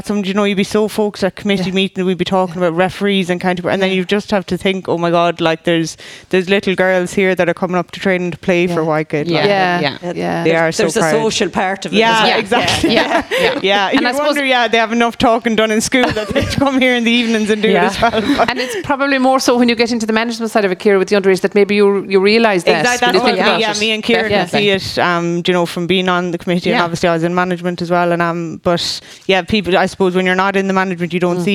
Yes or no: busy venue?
yes